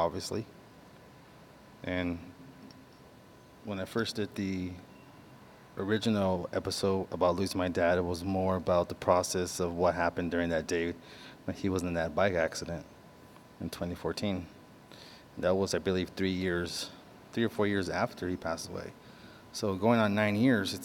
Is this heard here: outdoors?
yes